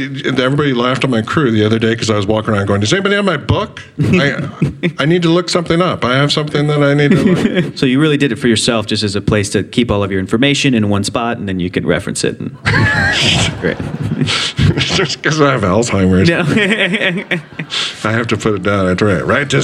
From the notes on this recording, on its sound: A live audience at the EW Popfest.